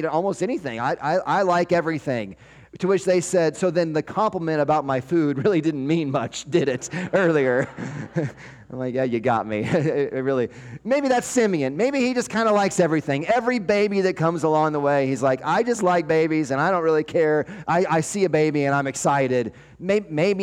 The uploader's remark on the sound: 12-24-23 Sunday Morning Sermon Audio